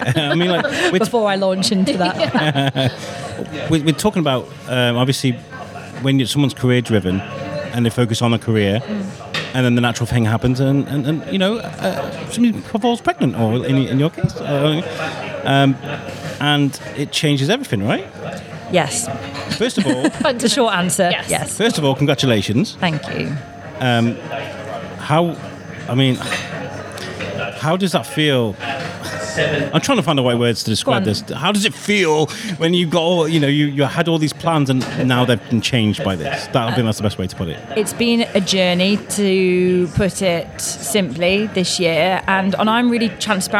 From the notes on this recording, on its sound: Recorded at Daily Brews in Shrewsbury